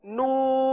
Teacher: نون کے نیچے ہجے میں دیکھیے کہ آخر میں نون ساکن ہے، لہذا نون ساکن کا اظہار کریں گے یعنی نون ساکن کو ظاہر کریں گے، نون کو حذف نہیں کریں گے. تو اس طرح پڑھ لیجئے نون.